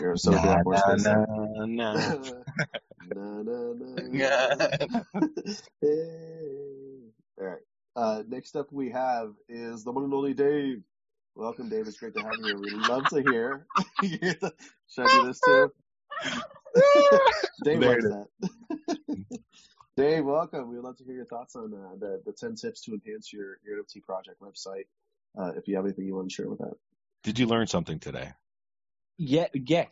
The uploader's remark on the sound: They spend the first half talking to each other about the topic then open up the floor to anyone wanting to give feedback or as questions on topic.